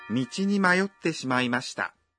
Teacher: Когда вы произносите «майотте», задержите на секунду дыхание после «майо».